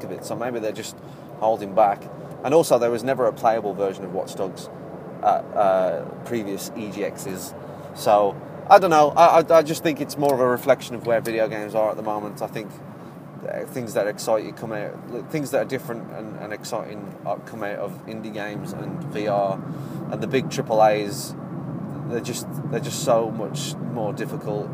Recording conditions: busy venue